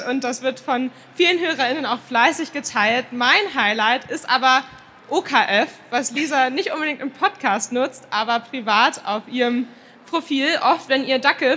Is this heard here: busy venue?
yes